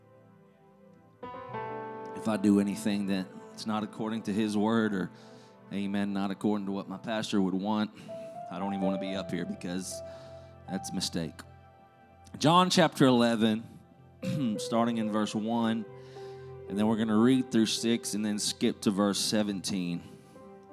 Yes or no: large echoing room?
yes